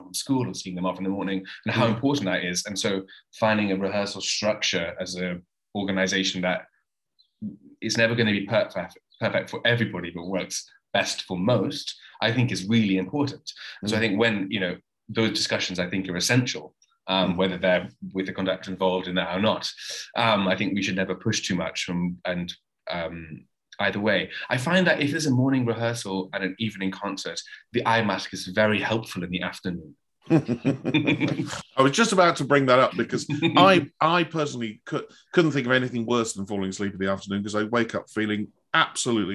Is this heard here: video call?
yes